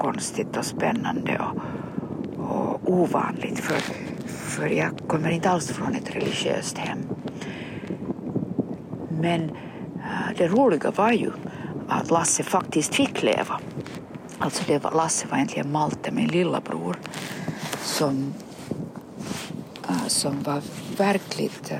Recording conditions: outdoors